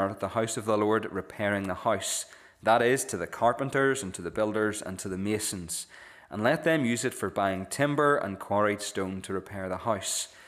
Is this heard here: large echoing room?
yes